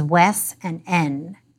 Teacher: It's called consonant cluster reduction because it involves reducing a word final cluster of two consonants down to just one. So the st at the end of west becomes s, and the nd in end becomes n.